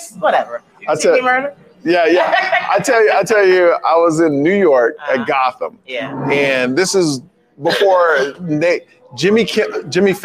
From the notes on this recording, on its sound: Live from The Comedy Cellar in Las Vegas